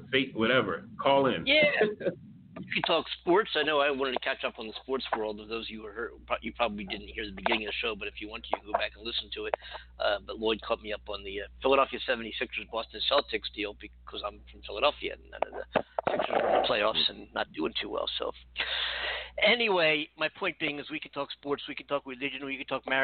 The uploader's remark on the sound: It is a live call in show.